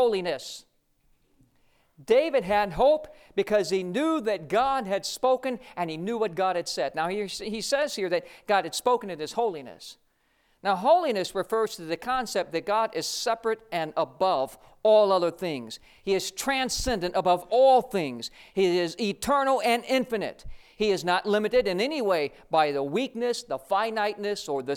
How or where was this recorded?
large echoing room